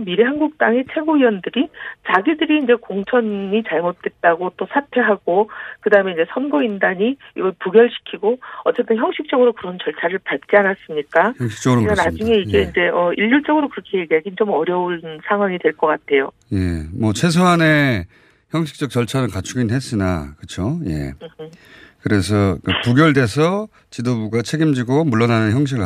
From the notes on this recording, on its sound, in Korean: 전화연결